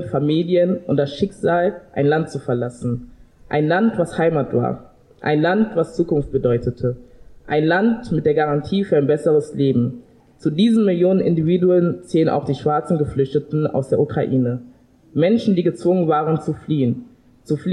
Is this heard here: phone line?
no